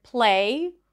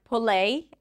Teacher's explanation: Or in the word play, we might hear something like pulley, adding a vowel in between. · Shown in: second take